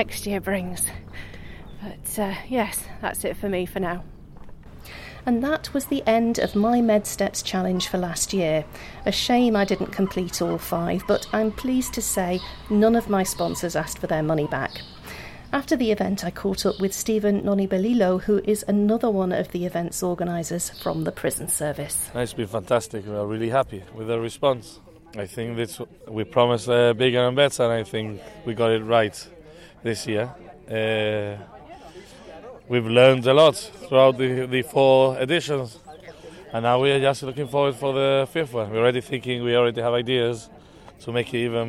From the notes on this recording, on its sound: The challenge sees competitors climb the Med Steps in the Upper Rock Nature Reserve five times either in teams of five as a relay or individually. Last year I had a go and took my microphone along with me, in this podcast episode you can hear how I got on - it was very hard work!! The Med Steps 5 Challenge is organised by the Gibraltar Prison Service. Mixed with Gibraltar atmospheric sounds.